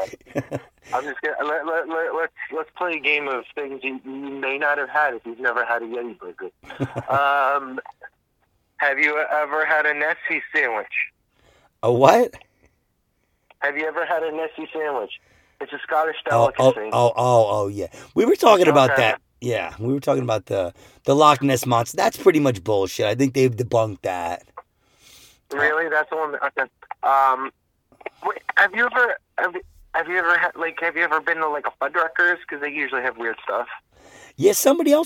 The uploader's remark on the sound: we are recording in the car